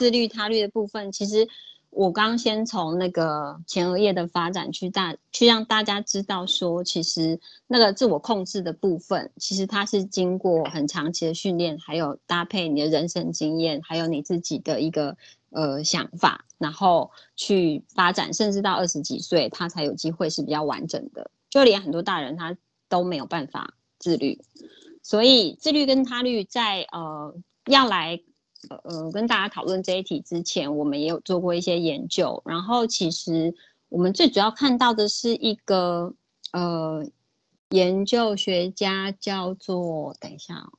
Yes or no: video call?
yes